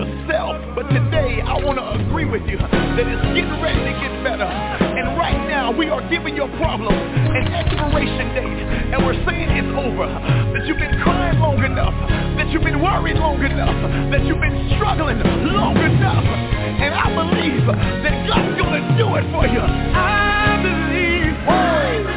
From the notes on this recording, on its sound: TNTSuperfantastic Conference Call.